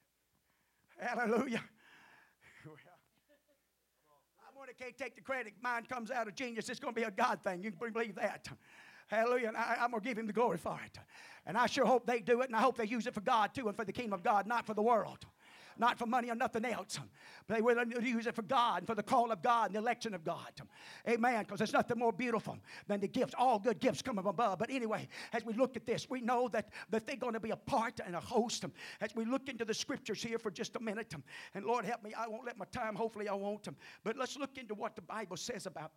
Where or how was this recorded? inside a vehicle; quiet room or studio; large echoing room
large echoing room